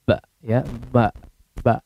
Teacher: Kalau tidak dialirkan ke hidung, ya, maka akan jadi ba.